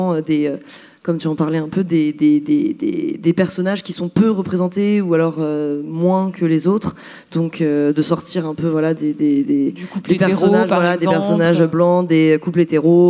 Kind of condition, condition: setting, busy venue